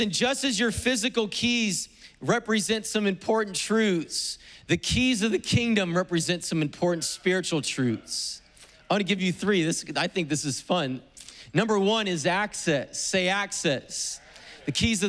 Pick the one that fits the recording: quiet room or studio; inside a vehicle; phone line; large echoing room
large echoing room